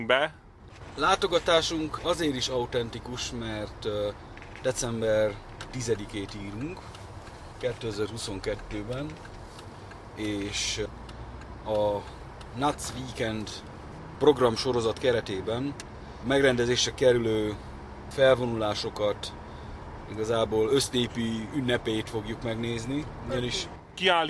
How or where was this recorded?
outdoors